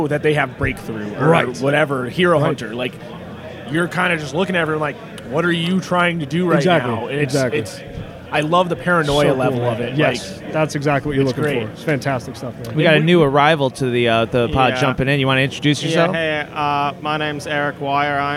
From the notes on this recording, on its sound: Live at NEMO23. Coming at you live from the cold heart of the North - Chicopee, MA.